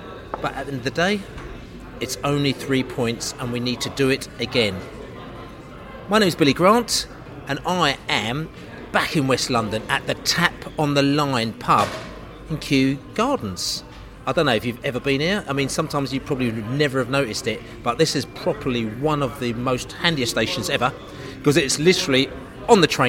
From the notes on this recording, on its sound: Sunderland Pre-Match Podcast from the Pub.